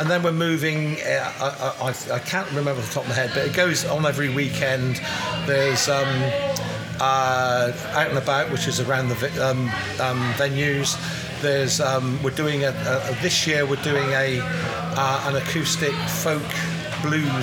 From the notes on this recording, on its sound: Recorded at Wilton Live 2 on 27th Jan 2024